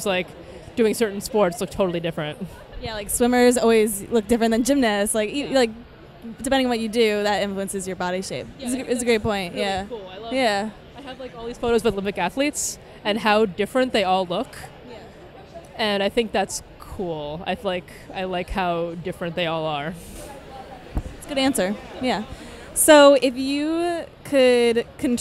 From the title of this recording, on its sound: Interview at New York Comic Con 2016